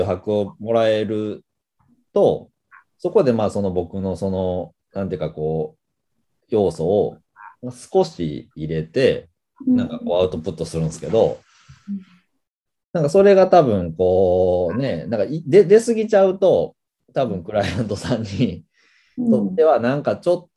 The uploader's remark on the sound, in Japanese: 本編は2022年1月27日に「Zoom」を使用して収録されました